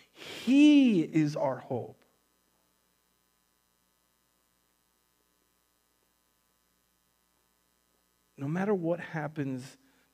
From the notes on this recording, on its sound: Recorded on September 6th, 2020 at Word of Life Church in Le Sueur, MN.